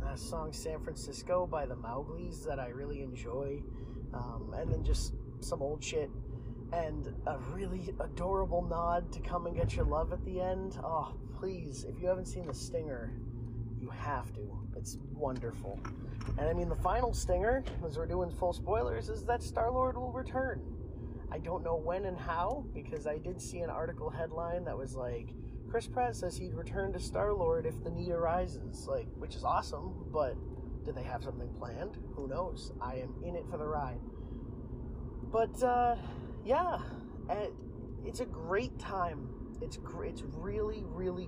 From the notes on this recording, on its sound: I struggled with this audio a LOT. I wanted to make a fun intro and outro, but every time the audio would mess up again.